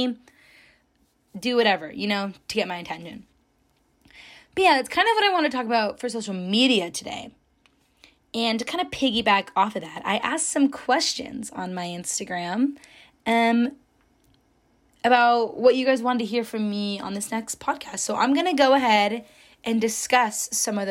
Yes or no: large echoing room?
no